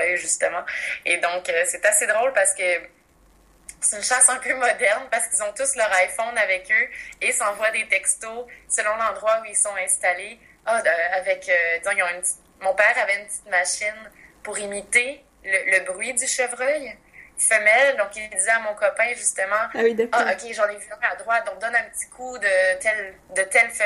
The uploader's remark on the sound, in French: Cette semaine on se skype ! Bogota, Londres, Berlin, Turin, Sudbury.